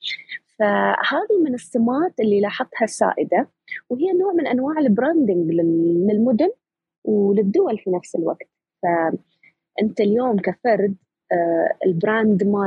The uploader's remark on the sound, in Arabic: تسجيل لمساحة ابن رشد الأسبوعية على منصة تويتر.